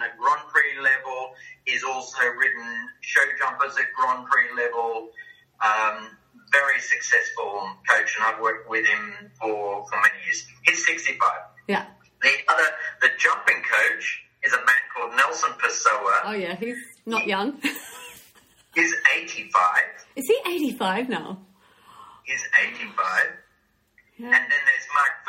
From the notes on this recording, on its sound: had a fabulous catch up over Zoom